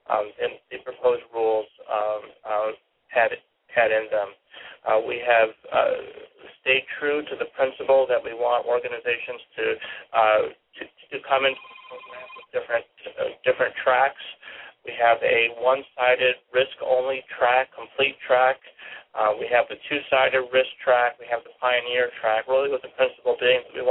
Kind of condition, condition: link, phone line